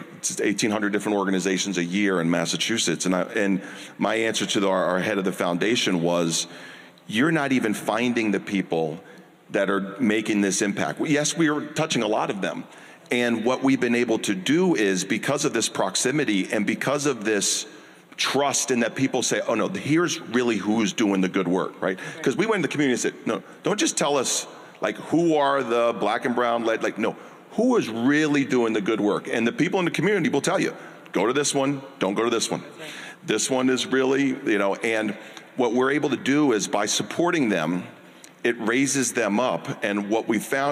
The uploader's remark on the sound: Live! Nonprofit Board Lab 2023: New Commonwealth Fund Panel